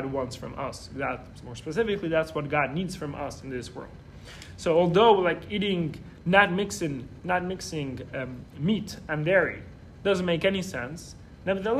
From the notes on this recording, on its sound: This episode is a recording of Lesson 3 of the Wednesday Night Torah class at YJP, a JLI course about relationships, marriage, and intimacy.